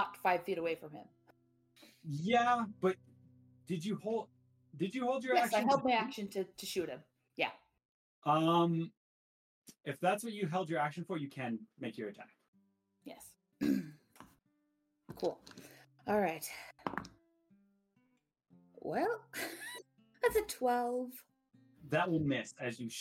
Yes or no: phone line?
no